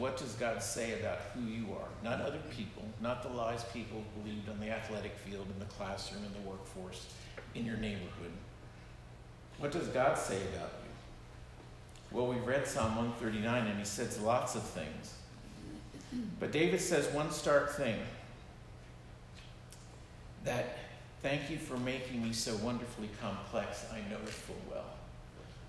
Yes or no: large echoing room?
yes